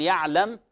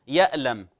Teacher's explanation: يخطئ في حرف إبدال حرف العين بهمزة · Shown in: second take